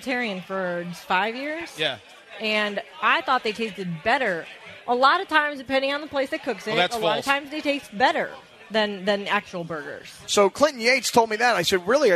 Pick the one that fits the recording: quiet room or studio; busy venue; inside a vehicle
busy venue